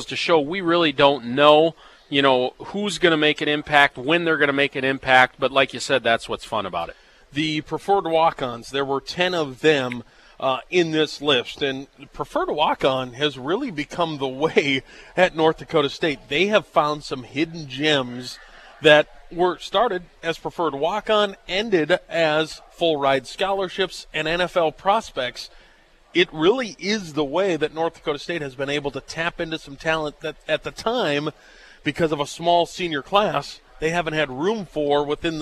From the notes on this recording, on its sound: live from the Ramada